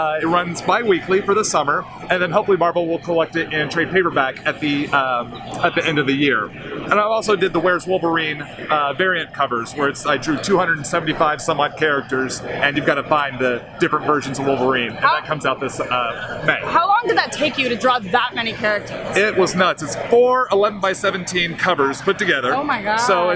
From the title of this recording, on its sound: Live From WonderCon2018!